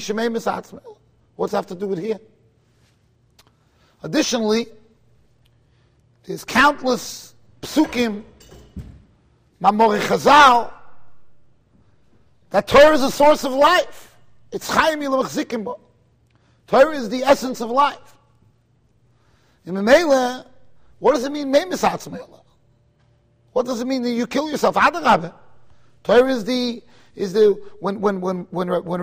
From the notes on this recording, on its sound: Shiur recorded in Kahal Ahavas Yitchok, Monsey NY.